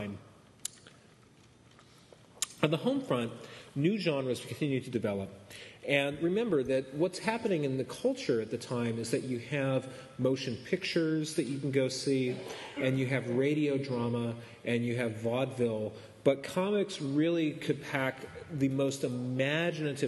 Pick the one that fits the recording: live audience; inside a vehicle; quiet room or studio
live audience